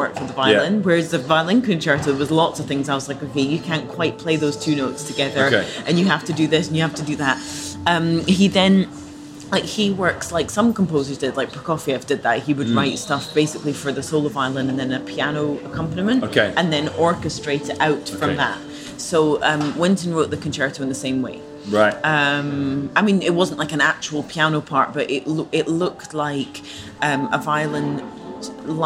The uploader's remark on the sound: We had a little chat in a hotel lobby in central London. The sound quality isn't amazing this time, I get a little nervous when recording in hotel lobbies as hotels don't always appreciate me doing so. This means I have to record on the 'down-low and just use a little portable recorder...